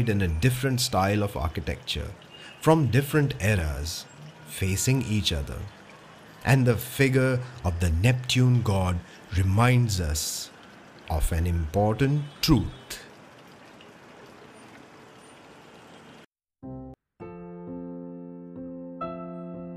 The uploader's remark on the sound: The view from Wellington Fountain | Regal Cinema | Colaba Causeway | Maharashtra State Police Headquarters. On this sound journey through the roads, streets, bylanes of South Mumbai. You and I will visit some prominent buildings, landmarks and food joints with actual ambient sounds and noises. Watch your step as we cross streets and avoid traffic as we go about on this storytelling tour around the Flora fountain & Hutatma Chowk in the Fort area of South Mumbai.